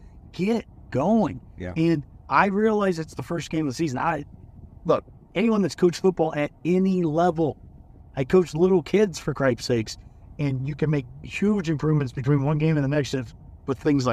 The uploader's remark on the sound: While driving home from Minnesota.